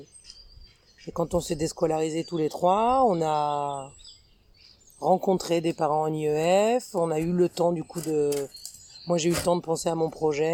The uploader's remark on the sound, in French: Vous allez ainsi être accompagné par les oiseaux, les chants des coqs et autres bruits pendant tout l’épisode. J’espère que ça ne vous empêchera pas de comprendre notre échange.